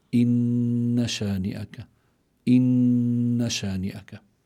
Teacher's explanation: النون إذا كانت مشددة يجب إظهار غنتها، والغنة مخرجها الخيشوم ومقدارها حركتين